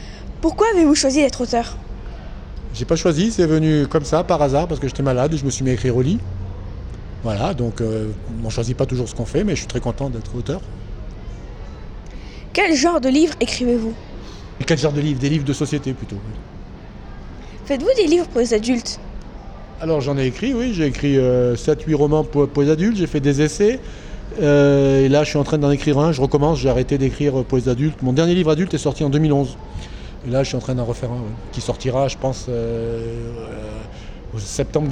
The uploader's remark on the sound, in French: Dans le cadre du Festival du Livre Grains de Sel à Aubagne, Radio Sarraute a rencontré l'auteur